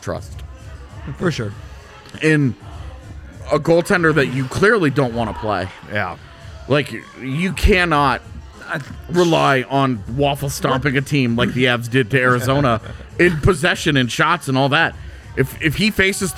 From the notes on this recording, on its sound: LIVE from the DNVR Bar